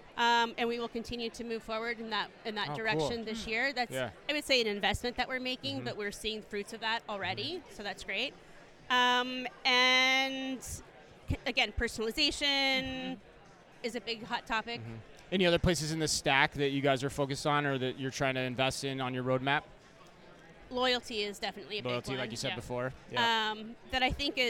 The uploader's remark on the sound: Live From eTail. Live coverage at #etail2024.